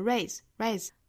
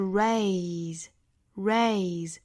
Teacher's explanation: 包括我们的舌头还有个卷度 R, R,再去加后面的元音 Ray, Ray,大家不要直接发成了 raise, raise,应该是 raise, raise, 尾部是一个浊音 Z · Shown in: second take